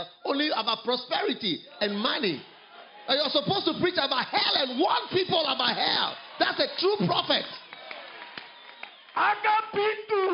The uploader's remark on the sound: Preached at the Healing Jesus Campaign in Kwekwe, Zimbabwe.